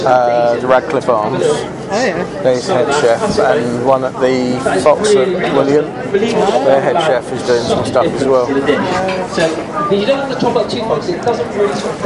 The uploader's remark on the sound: Extracts from The Letchworth Garden City, Food & Garden Festival. I also play in a little snippet from the annual Jackmans Fun Day.